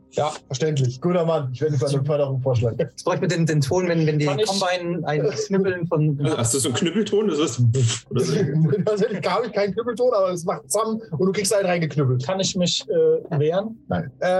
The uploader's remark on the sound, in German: Entschuldigung: Unser Zoom hat versagt und der Ton ist in dieser Folge suboptimal.